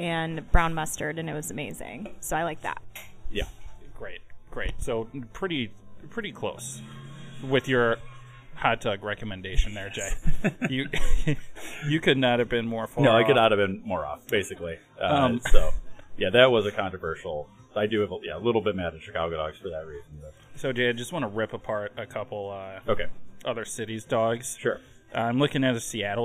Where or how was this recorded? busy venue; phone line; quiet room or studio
busy venue